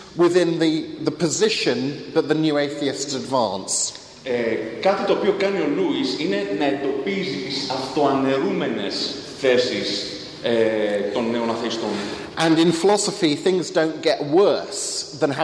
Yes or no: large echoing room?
yes